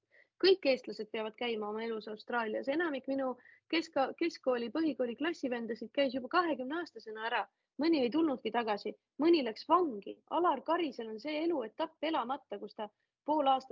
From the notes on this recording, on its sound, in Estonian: Seekord retrokvaliteediga Zoomi-miniepisood